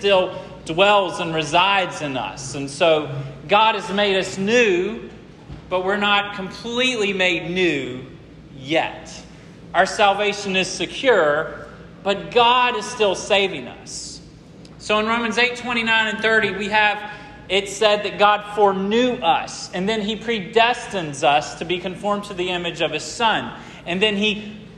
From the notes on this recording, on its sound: This sermon was preached at Hope Fellowship on July 23, 2023